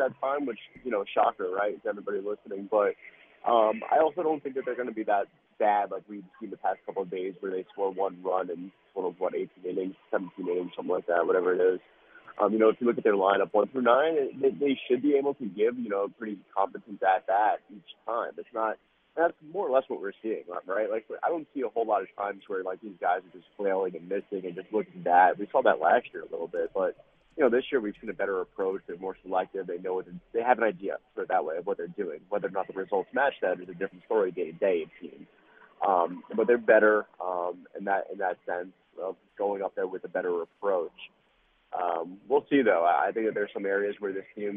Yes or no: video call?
no